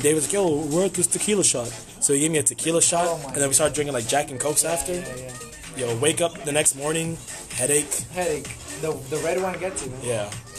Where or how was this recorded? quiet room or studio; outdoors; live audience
outdoors